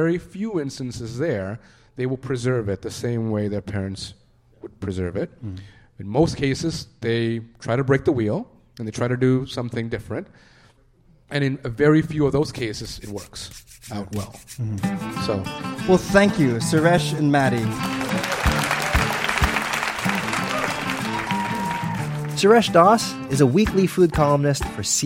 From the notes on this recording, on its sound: Live from Hot Docs Podcast Festival. This week’s show was recorded live at the Hot Docs Podcast Festival in Toronto.